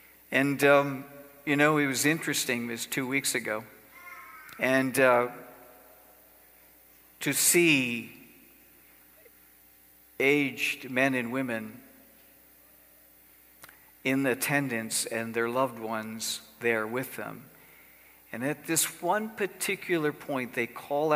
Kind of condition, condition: setting, large echoing room